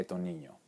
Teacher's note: algunas otras variantes simplemente no pronuncian la S ni al final de una sílaba ni al final de una frase. Estos niños se convierten en eto niño.